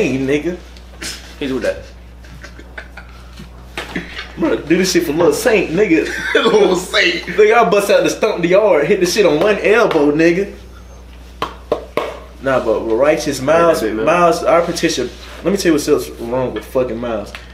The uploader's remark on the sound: sorry for the audio the mics werent working